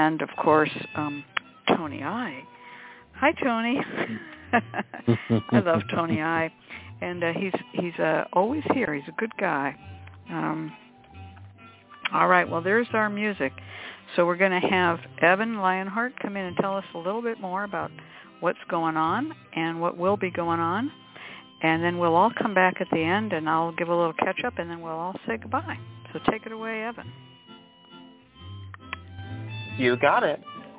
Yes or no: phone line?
yes